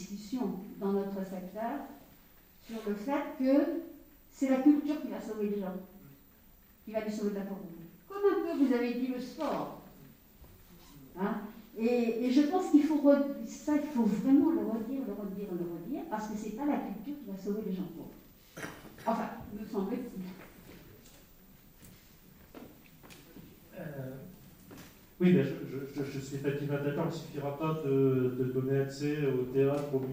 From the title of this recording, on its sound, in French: Table-ronde en public